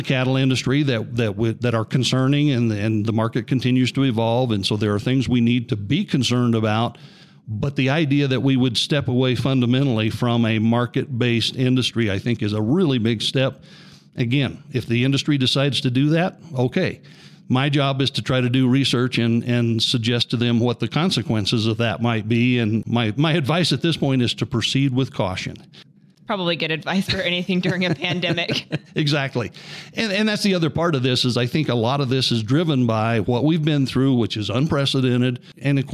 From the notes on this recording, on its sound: Recording from the 105th CCA/CCW Convention